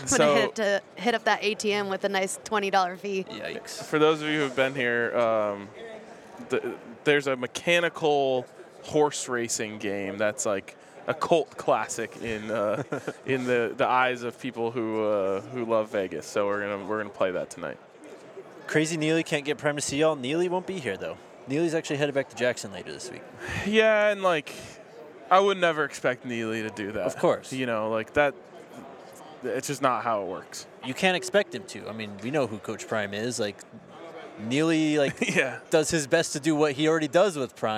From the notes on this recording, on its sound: live from Las Vegas at Super Bowl LVIII Radio Row